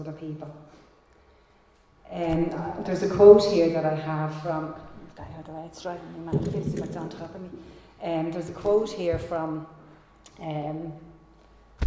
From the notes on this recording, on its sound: Recorded live in Liberty Church on 16 January 2022